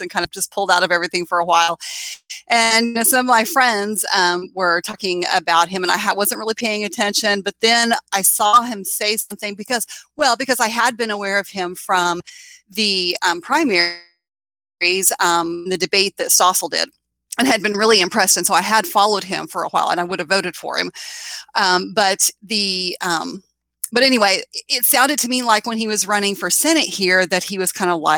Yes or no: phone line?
no